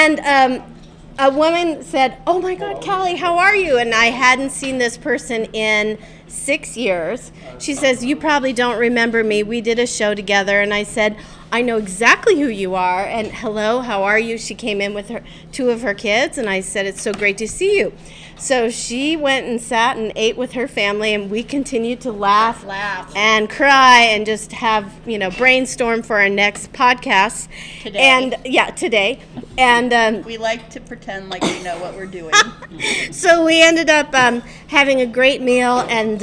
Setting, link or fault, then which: setting, live audience